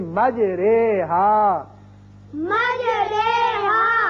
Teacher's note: اب قرآن پاک میں ایک ایسا لفظ ہے، اصل میں یہ ہے مجراہا، اور یہاں امالے کا قاعدہ یہ ہے کہ ہم زبر کو زیر کی طرف مائل کر کے پڑھیں گے. جیسے اردو میں ہم قطرے یا سویرے، جو رے کے نیچے زیر لگ کے وہ آواز نکلتی ہے، یہاں وہ نکلے گی.